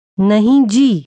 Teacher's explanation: Did you notice the high tone in the word nahi?